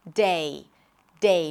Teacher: Make sure you transition from one vowel to another, that you actually hear the E sound at the end. Not day, but day.